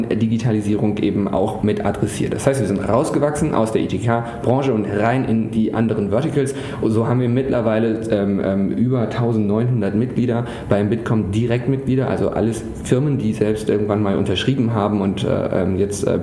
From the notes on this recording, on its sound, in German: Digital Finance Conference der Bitkom. Panels vom #dgfin19.